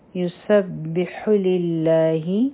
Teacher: ح به د حلق نه وایو، او په لله کې به لام جلاله نری وایو